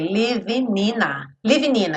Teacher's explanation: E o in liga no A, ina.